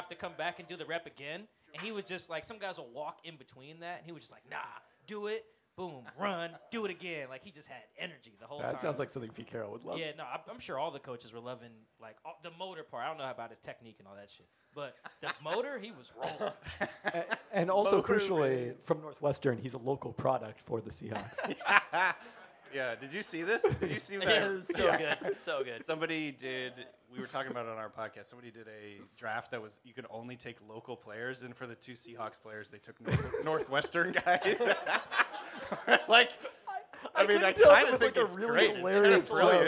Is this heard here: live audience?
yes